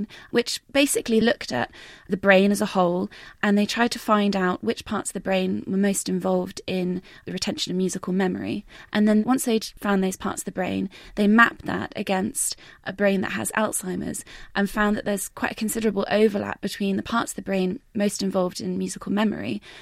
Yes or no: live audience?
no